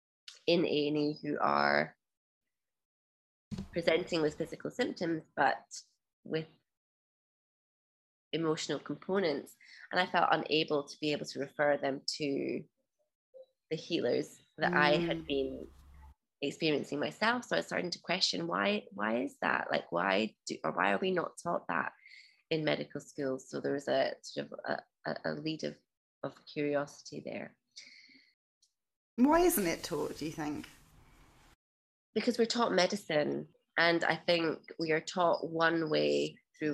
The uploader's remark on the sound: This was recorded in May 2022 over Zoom